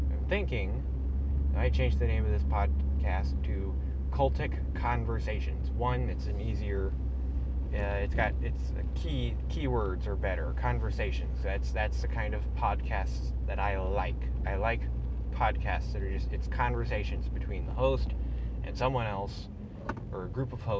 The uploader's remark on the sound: Today was just me in my car